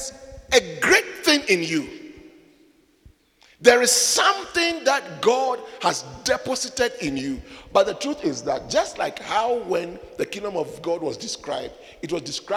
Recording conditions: large echoing room